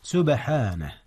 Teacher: هناك قلقلة في حرف الباء. نعم، إذ هي ساكنة وهي من حروف القلقلة.